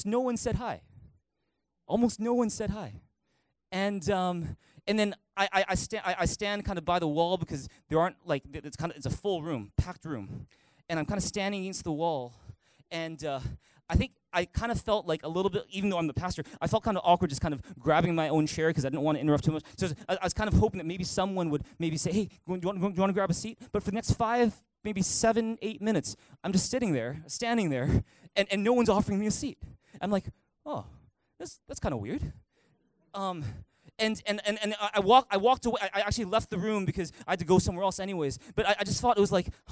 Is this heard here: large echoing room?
yes